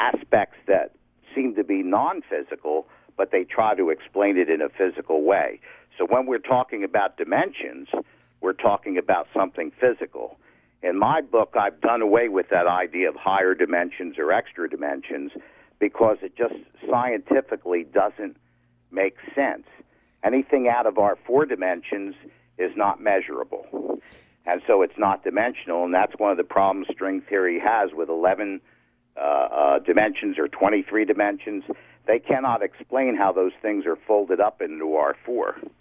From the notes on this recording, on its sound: OPEN LINES. Took a call from a woman in Oshawa. Another caller from Rochester, New York.